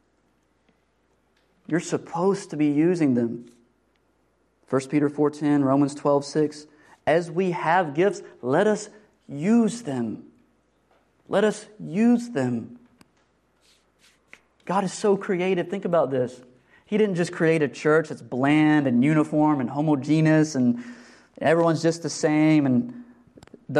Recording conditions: large echoing room